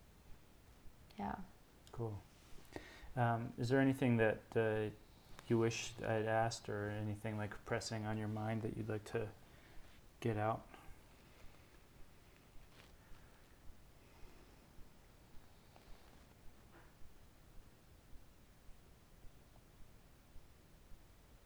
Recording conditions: sounds in the background